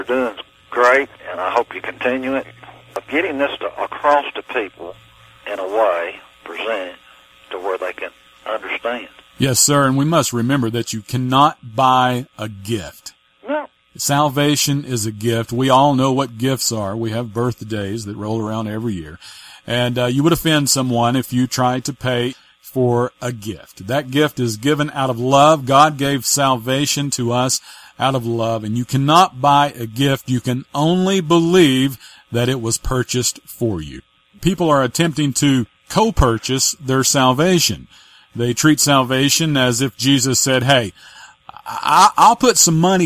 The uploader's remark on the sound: LIVE CALL.